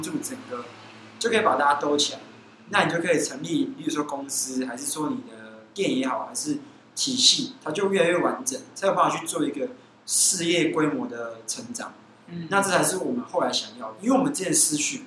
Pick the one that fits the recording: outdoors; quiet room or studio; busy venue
busy venue